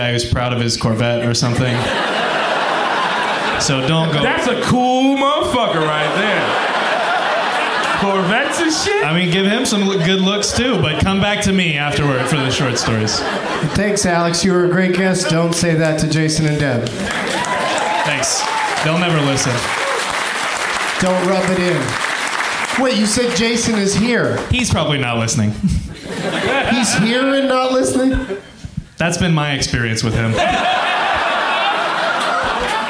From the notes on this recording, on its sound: Live from the Cap City Comedy Club in Austin